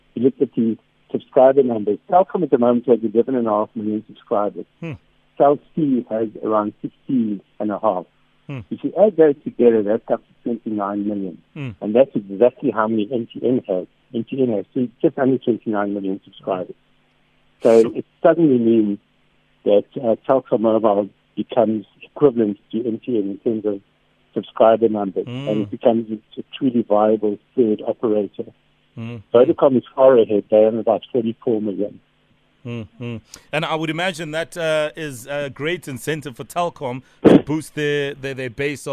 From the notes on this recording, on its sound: PHONE INTERVIEW